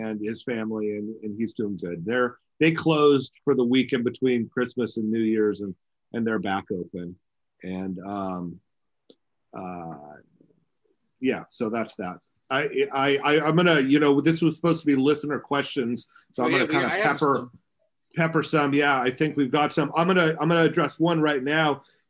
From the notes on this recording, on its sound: Yes we are temporarily recording by Zoom because of COVID worries